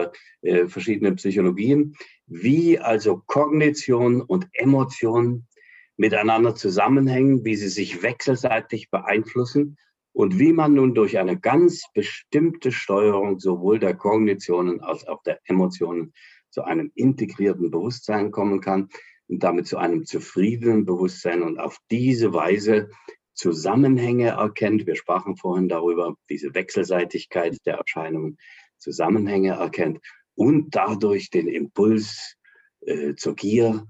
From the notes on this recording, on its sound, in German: Das Treffen erfolgte über Zoom